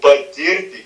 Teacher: patirti yra dvigarsis, jis neskaidomas, tai yra dvigarsis ir, jis visada yra trumpas.